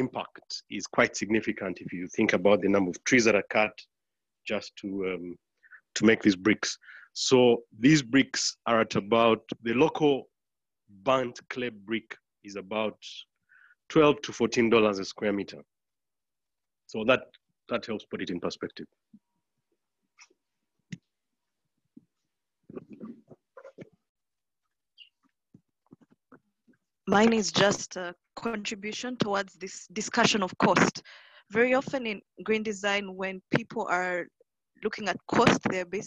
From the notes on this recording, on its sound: This audio recording is from a live webinar that was hosted on 18th June, 2020.